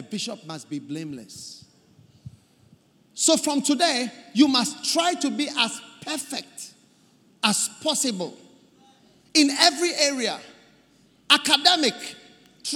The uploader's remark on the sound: Preached At The First Love Centre, Accra, Ghana